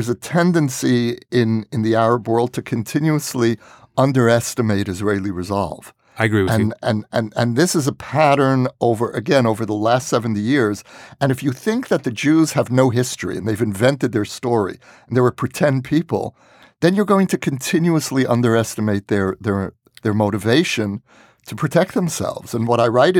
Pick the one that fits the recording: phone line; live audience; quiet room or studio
quiet room or studio